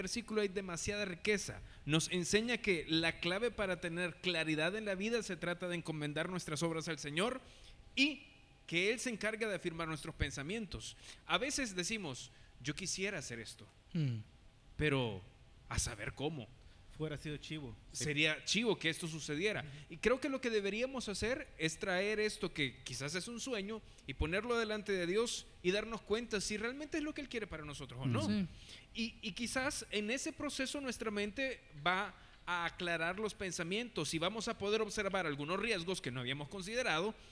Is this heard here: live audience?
yes